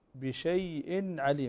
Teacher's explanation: فهنا النون مظهرة مع المحافظة على توسط النون كذلك